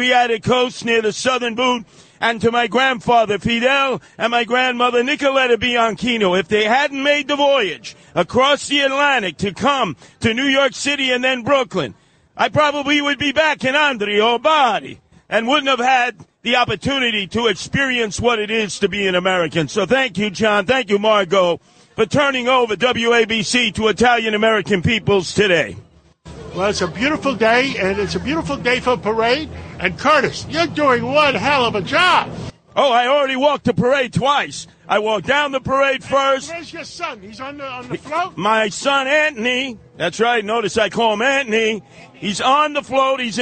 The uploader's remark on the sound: Live from the Columbus Day Parade on the WABC Float.